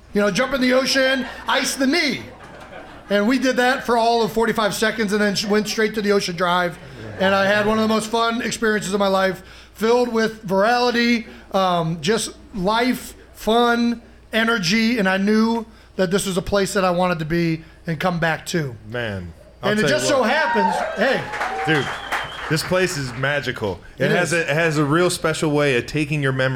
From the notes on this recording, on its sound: The Beer Bowl was recorded live at the world-famous Ocean Drive bar in Sea Isle City, New Jersey to support the Eagles Autism Foundation.